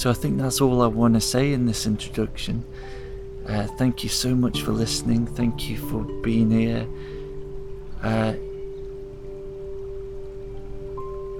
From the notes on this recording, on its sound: Each episode is recorded in the forest so you can hear the sounds of nature